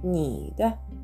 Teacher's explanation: 前のにという第三声にふわっと添えるような感じで軽く発音すれば OK です